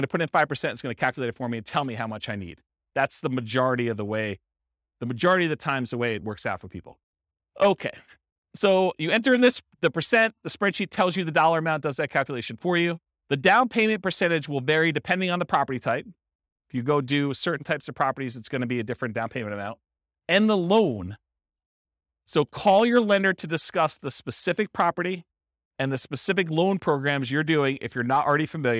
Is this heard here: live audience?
yes